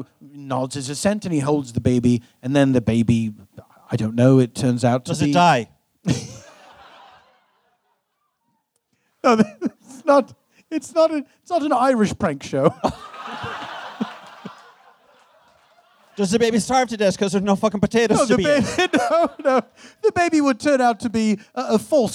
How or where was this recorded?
live audience